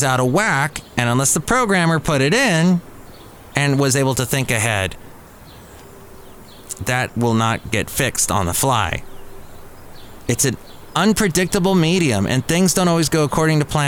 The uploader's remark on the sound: podcasts live from Cafe Anyway